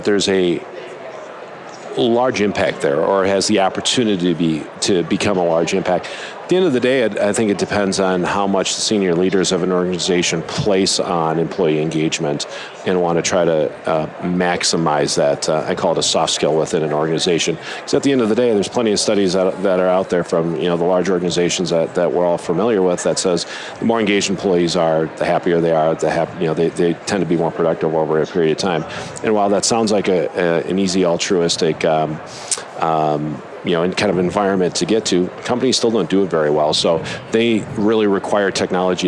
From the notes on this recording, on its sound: LIVE from Las Vegas, at #HRTechConf